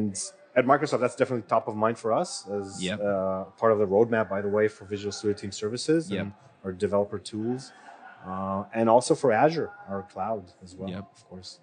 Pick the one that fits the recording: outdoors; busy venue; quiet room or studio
busy venue